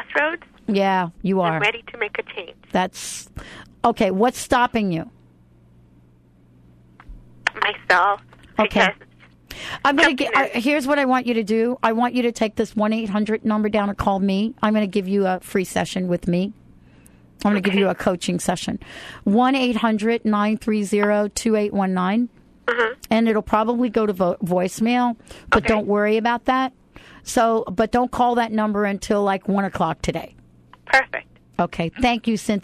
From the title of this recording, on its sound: taking your calls